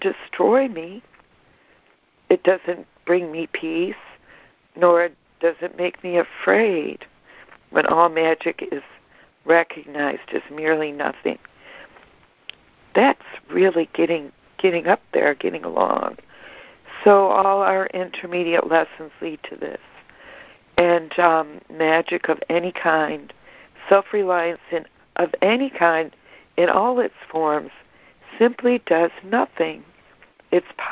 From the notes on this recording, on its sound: Daily Conference Call